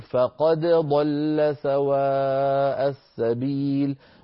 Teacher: دال فقد آخرها دال، ضل أولها ضاد، فقد ضل. حفص رحمه الله لا يدغم الدال في الضاد بل يظهرها